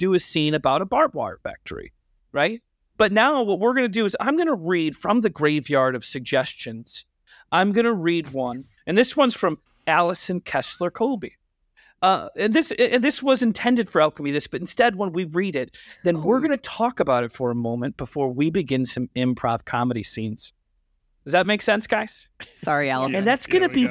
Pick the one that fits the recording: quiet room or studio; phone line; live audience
quiet room or studio